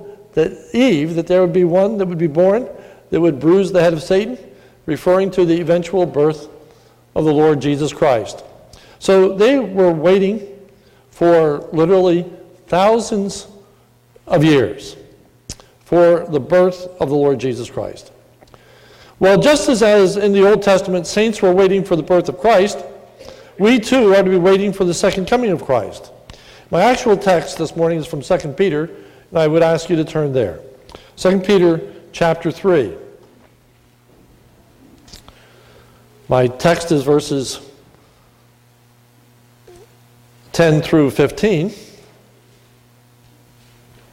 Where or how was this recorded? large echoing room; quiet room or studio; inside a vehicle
large echoing room